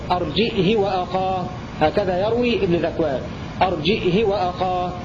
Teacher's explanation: بزيادة همزة ساكنة وكسر الهاء بدون صلة